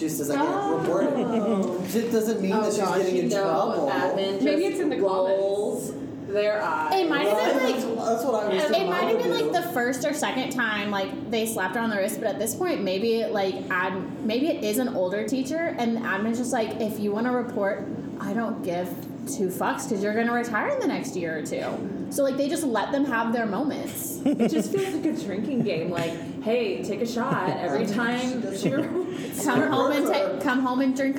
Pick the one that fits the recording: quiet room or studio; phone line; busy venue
busy venue